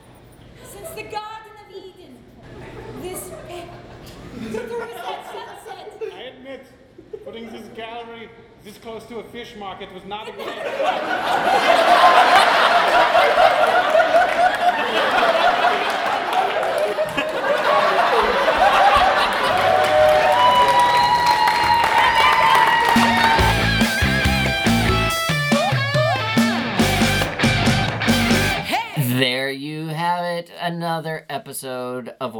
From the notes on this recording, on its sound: Live at The Establishment. In this LIVE uncensored episode of Wisenheimer: The Podcast - recorded in front of a wonderful crowd at The Establishment on April Fools Day!